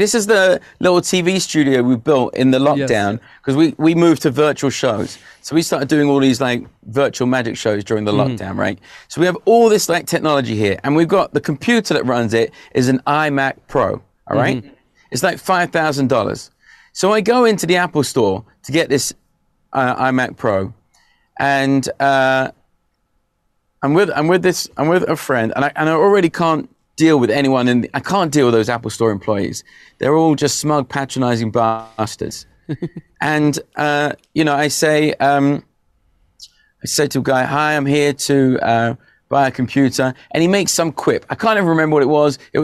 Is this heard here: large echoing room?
no